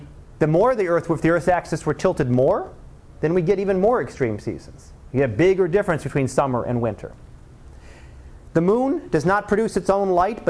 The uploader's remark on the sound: Live Class Lecture